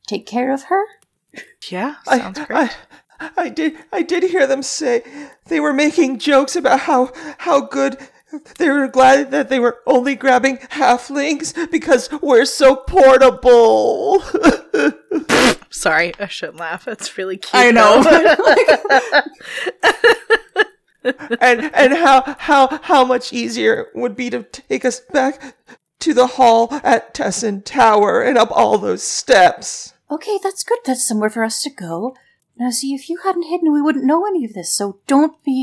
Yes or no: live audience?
no